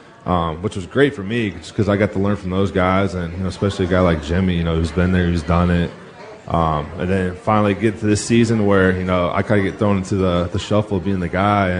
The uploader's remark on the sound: Live at Pearl Seafood and Oyster bar